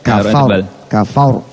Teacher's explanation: Fa'nya tipis. Ro'nya tebal.